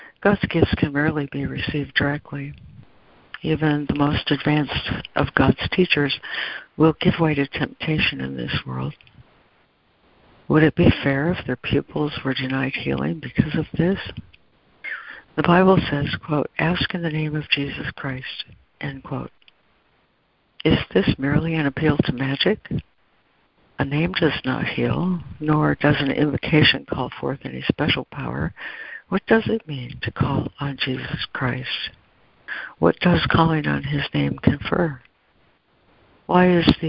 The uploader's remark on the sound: ACIM Daily Conference Call.